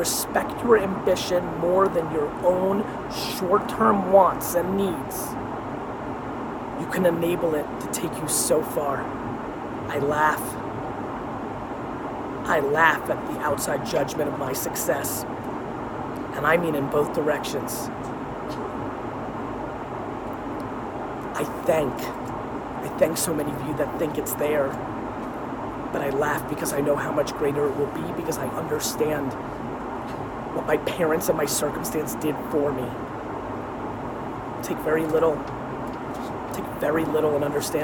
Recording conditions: phone or laptop microphone